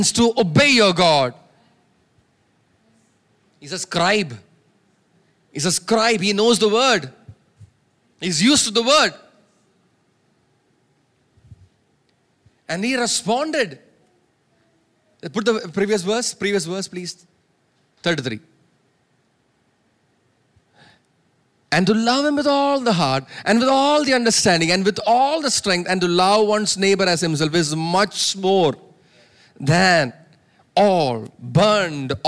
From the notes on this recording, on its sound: preached at Sunday Service on 20 August 2023 at Revelation Church